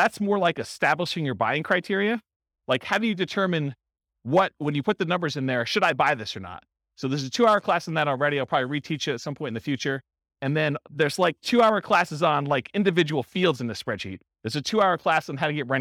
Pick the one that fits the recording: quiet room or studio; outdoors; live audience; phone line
live audience